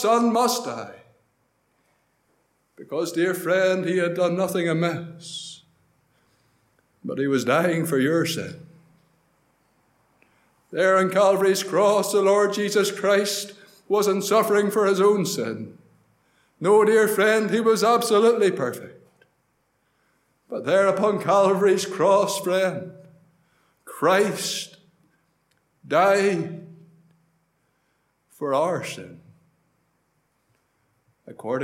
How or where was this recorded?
large echoing room